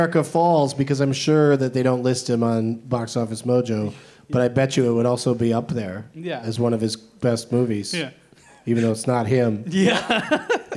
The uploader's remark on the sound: Live from Fantastic Fest in Austin